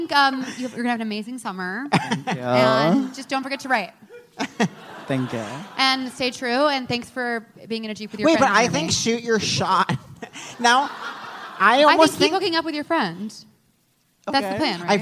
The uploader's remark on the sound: live on stage at The Bell House